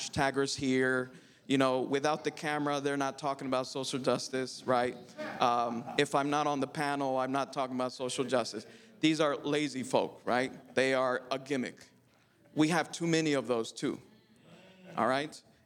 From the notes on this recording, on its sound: A presentation by a panel of experts at the 2022 NAD Ministerial CALLED Convention.